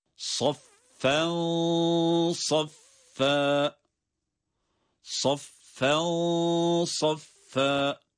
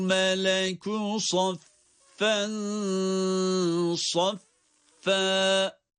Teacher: Çünkü orada gizlenen ses tenvinin bitiminde seslendirilmesinde ortaya çıkan nun sesidir. Nun da ince harflerden olması itibariyle ihfası da ince olmalıdır. Kalınlaşmaz. · Shown in: second take